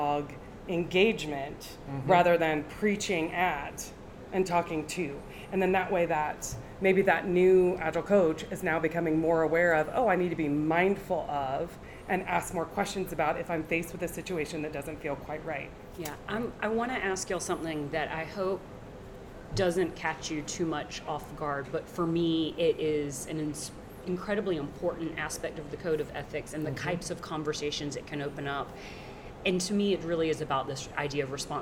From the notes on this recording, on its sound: This podcast episode was filmed at the Agile 2024 conference so please excuse the background noise that occurred during the recording.